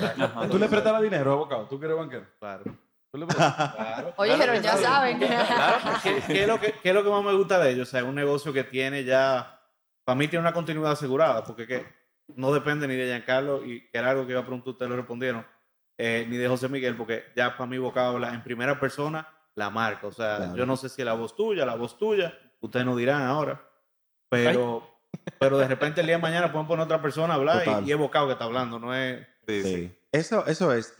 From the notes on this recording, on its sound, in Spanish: Estar frente a un público en vivo en el Seminario Annual de Crecimiento Humano y Profesional de la PJU (Pastoral Juvenil Universitaria) de la PUCMM, en Santiago.